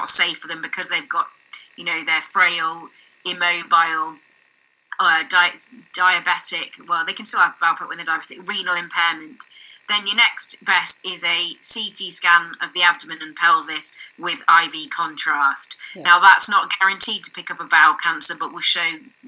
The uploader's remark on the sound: I do apologise for the poor audio quality on this one, IT issues!